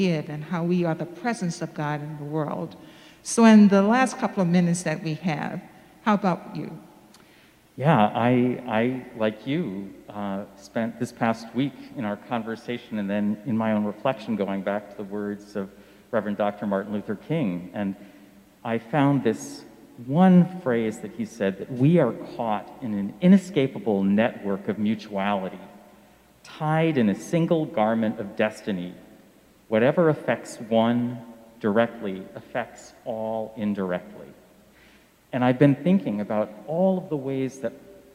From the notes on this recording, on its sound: Sermons from Old South Church in Boston